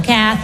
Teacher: So the emphasis is on the first syllable, Kathy.